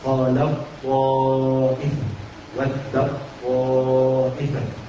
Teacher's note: بنحذف التاء وننطق الايه؟ وننطق الطاء مشددة · Term: ادغام متجانسين صغير